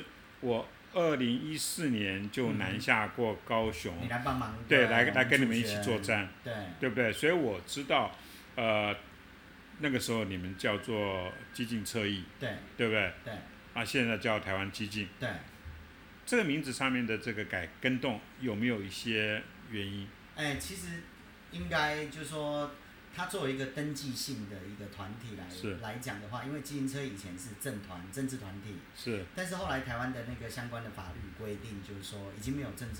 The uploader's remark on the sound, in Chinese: 收音有一點點小狀況